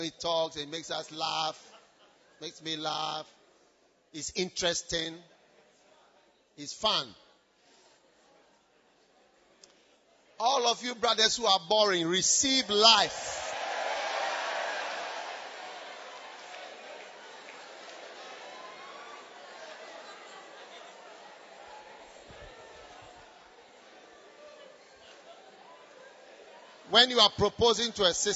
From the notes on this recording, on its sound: Preached at First Love Church, Legon